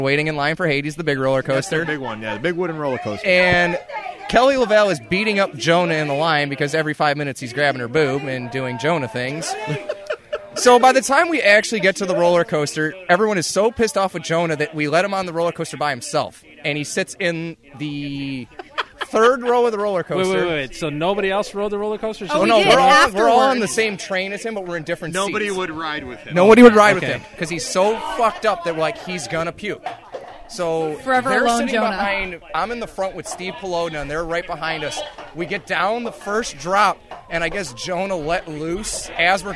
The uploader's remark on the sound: Live at the 2015 TCA Doubles Tournament. Broadcast live at the TCA Doubles Tournament.